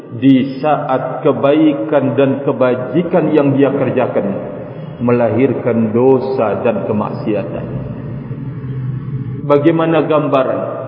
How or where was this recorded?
large echoing room